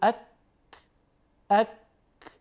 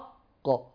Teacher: والكاف لا يستعلي بها إلا ما بين أقصى اللسان ووسطه · Shown in: first take